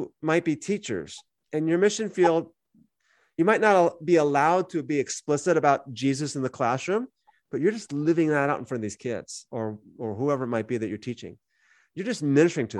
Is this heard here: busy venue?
no